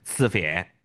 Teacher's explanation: 像成都啊，它只有平舌音没有翘舌音